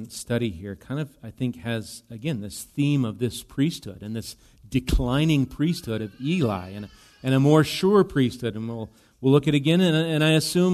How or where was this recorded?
large echoing room